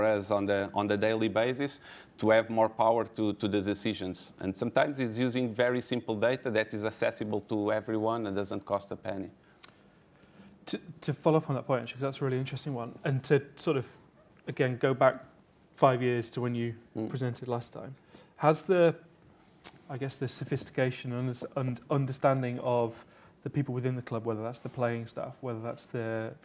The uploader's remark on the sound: Recorded at the 2019 OptaPro Analytics Forum.